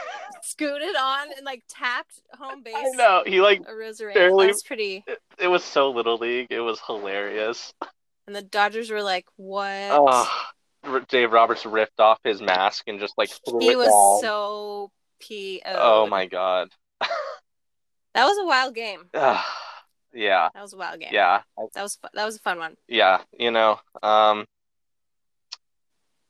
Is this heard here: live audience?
no